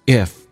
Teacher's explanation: 它是一个短元音，声音下沉到嗓子眼，往后靠一点点